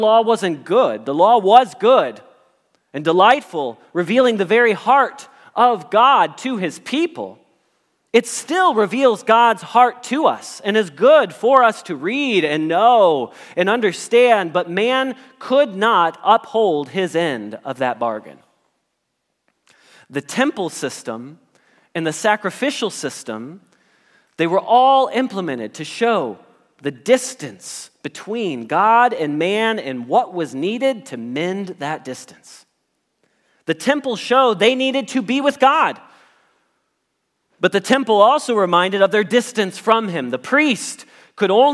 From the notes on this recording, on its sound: Message Preached at Valley Creek Church